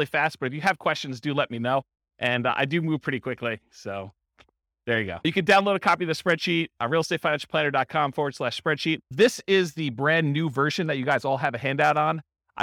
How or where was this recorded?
live audience